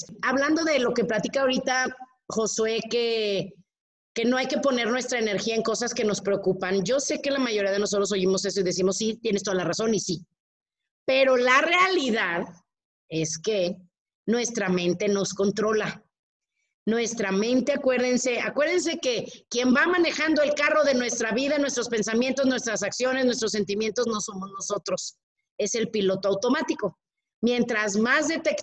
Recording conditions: video call